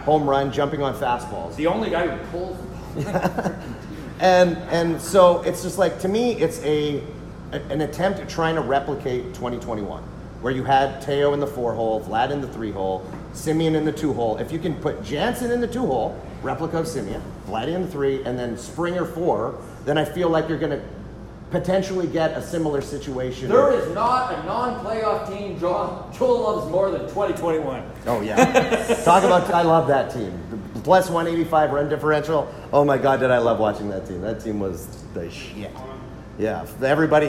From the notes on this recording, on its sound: Recorded LIVE in Edmonton!! At Long Roof Brewing!